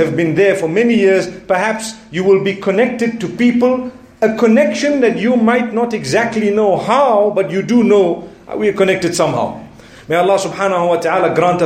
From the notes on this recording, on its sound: Jumu&#8217;ah Lecture from Bosmont Masjid